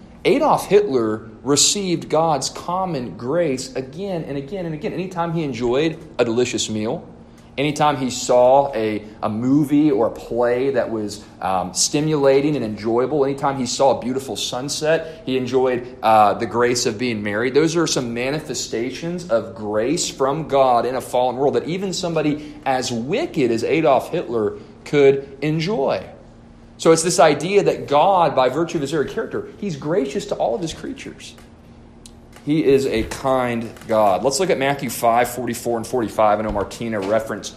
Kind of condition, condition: setting, large echoing room